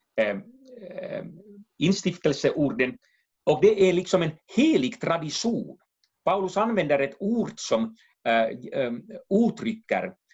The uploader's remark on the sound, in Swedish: Avsnittet är inspelat via länk och ljudkvaliteten därför en aning ojämn.